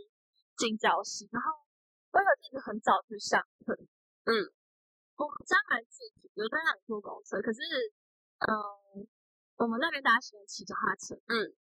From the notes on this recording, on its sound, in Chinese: 因為在室外錄音，聲音有點爆，建議開小聲一點